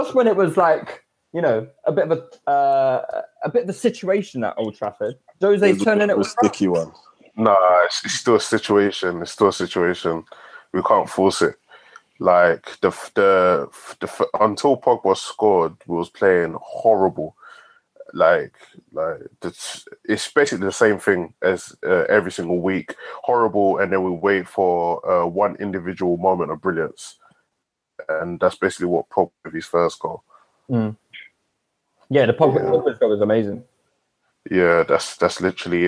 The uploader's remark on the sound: We apologise for the drop off in sound quality for this podcast, as it was recorded via the internet and not in our usual studio.